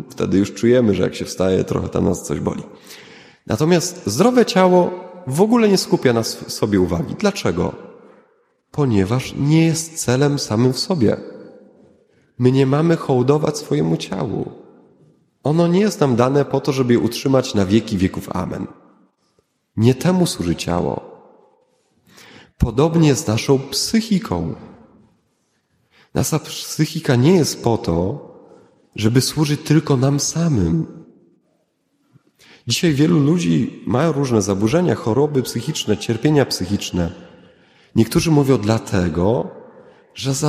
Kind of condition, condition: setting, large echoing room